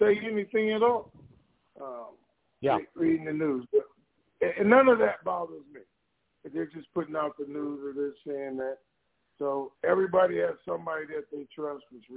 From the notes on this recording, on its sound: TNTSuperfantastic Conference Call